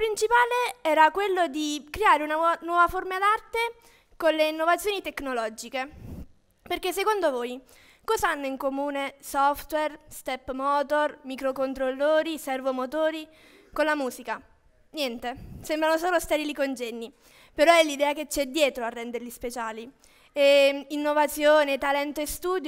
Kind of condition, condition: setting, live audience